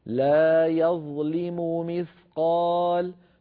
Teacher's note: فنوضح صوت الميم الأولى من الميم الثاني